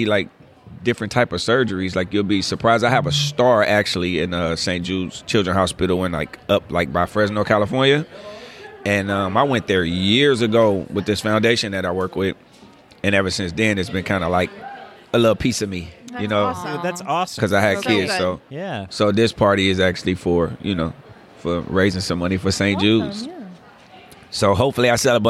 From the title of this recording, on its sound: LIVE FROM TRIC